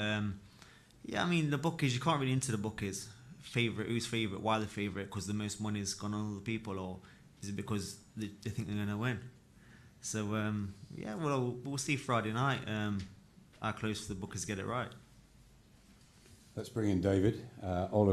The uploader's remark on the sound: LIVE PRESS CONFERENCE!